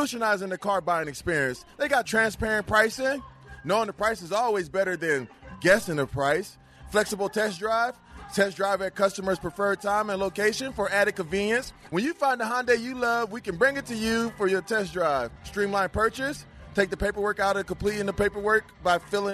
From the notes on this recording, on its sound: Live from Rams Preseason Game. LIVE from the Los Angeles Memorial Coliseum. For the Rams-Texans preseason tailgate party.